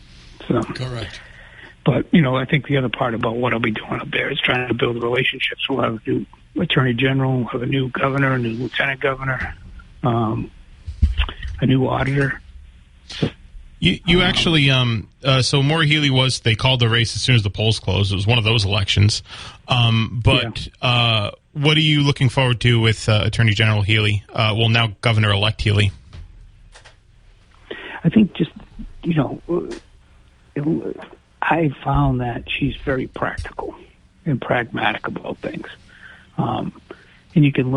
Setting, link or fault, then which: link, phone line